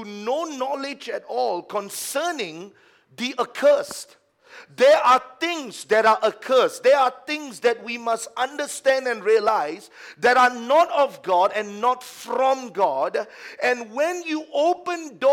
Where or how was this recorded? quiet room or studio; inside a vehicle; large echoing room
large echoing room